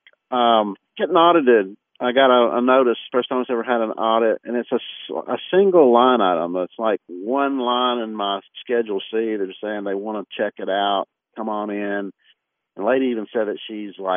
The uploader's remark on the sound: On the phone answering queries from listeners with tax questions. Live from America's Music City.